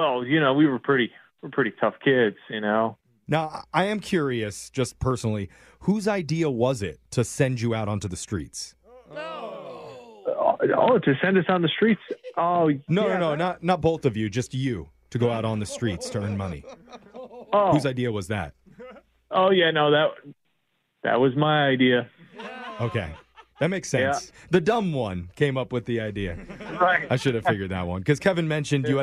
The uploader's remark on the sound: Today we’re Phone Tapping a guy whose brother is applying for post grad schools and put him down as a reference.